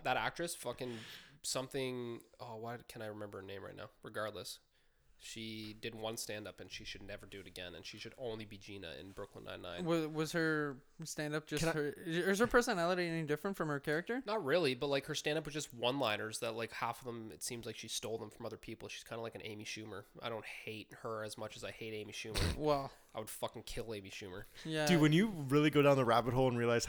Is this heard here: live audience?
no